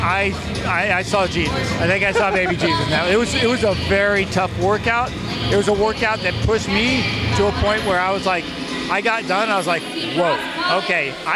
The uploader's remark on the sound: Live from the Master's Fitness Collective